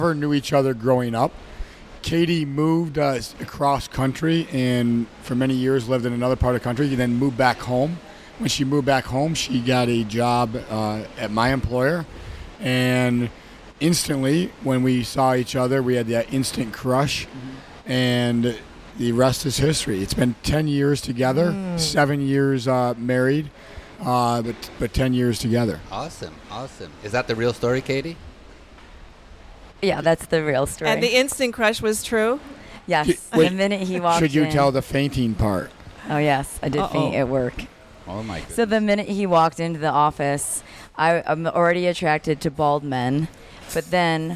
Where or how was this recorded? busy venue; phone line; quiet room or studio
busy venue